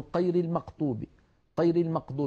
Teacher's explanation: يشوبون صوت الغين بشيء من القاف